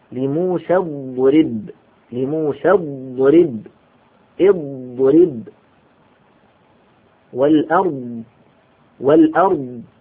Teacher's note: هذه الضاد فيها استطالة بمعنى أن الصوت يمتد عند النطق بها